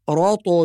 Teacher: نركز على حرف الطاء في كلمة رطب، نوضح القلقلة فنقول رطب بهذه الطريقة.